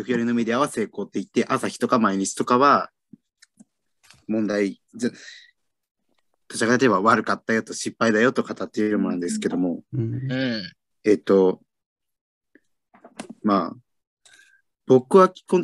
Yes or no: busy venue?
no